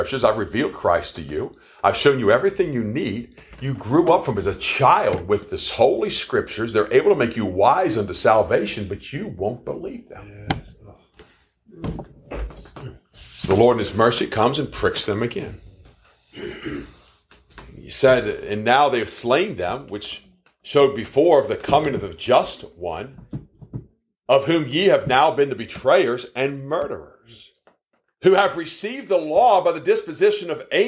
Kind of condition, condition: setting, large echoing room